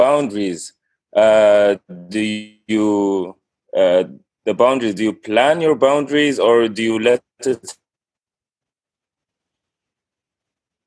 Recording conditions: video call